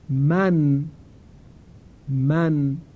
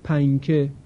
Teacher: نون در حالت اخفا نه کاملا اظهار میشه و نه کاملا ادغام، بلکه حالتی بینابین داره · Shown in: second take